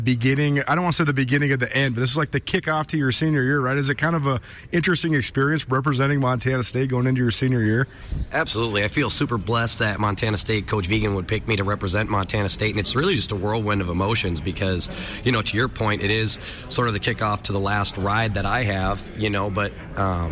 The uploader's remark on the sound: LIVE from the Big Sky Kickoff in Spokane.